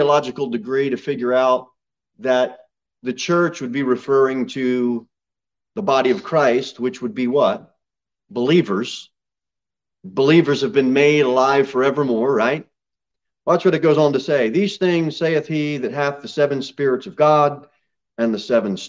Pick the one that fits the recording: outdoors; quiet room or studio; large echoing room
large echoing room